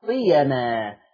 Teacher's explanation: أما لورش عن نافع فقرأ بحذف هذه الألف بعد الياء